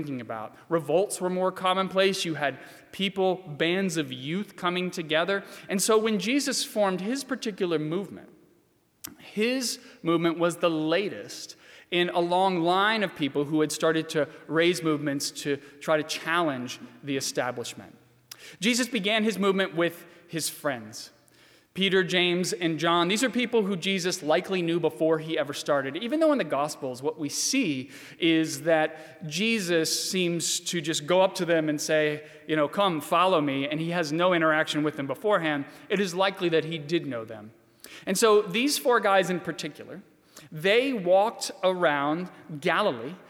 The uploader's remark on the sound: during the 7:00 PM service on Good Friday April 10, 2020, at First Presbyterian Church of Arlington Heights, Illinois